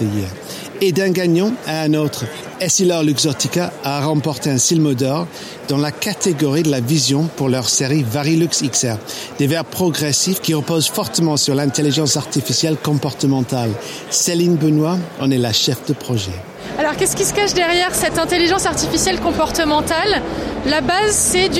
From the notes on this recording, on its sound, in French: (FR) Épisode 2 "en direct" du Silmo Paris 2023.